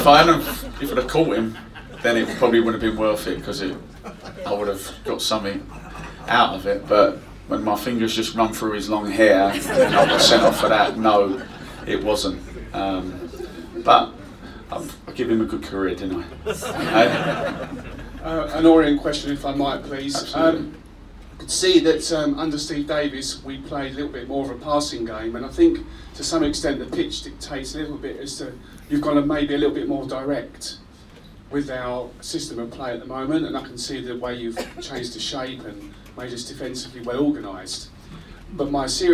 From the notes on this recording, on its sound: Was recorded in the Supporters Club on Monday 15th January. Spoke to a live audience of Leyton Orient fans.